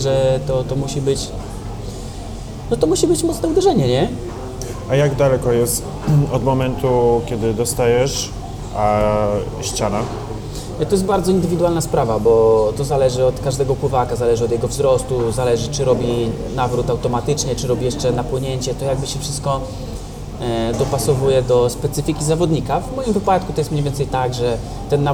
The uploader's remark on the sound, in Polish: nagrania: Chill Bistro&amp;Bar - Łódź